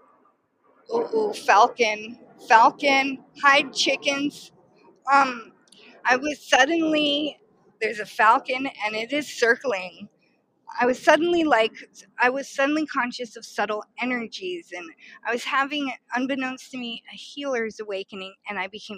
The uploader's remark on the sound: Band Car is the internet's #1 live improvised music show broadcast from a moving vehicle.